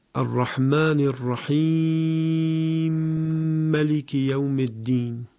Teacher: مثال معروف این مورد در سوره مبارکه حمد هست: الرحمن الرحیم مالک یوم الدین، که ما وقتی مطابق قرائت ابو عمرو بصری بخوانیم می شود الرحمن الرحیم ملک یوم الدین. وقتی که دو تا حرف میم پشت هم وجود داره، میم الرحیمه و میم ملکه، اینجا مطابق قرائت ابو عمرو به روایت سوسی ادغام کبیر صورت میگیرد که در تلاوت‌های بسیاری از اساتید بزرگ شاید شنیده باشید به این صورت: الرحمن الرحیم ملک یوم الدین.